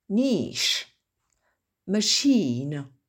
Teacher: le CH doit normalement se prononcer ch, comme dans par exemple chicken, et là il se prononce sh.